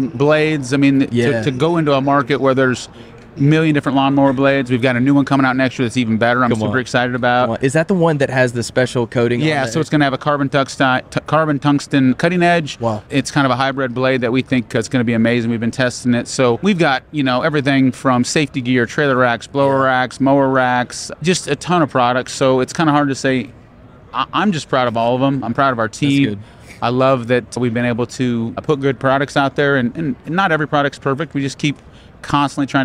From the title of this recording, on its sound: from the Equip 22 Showroom Floor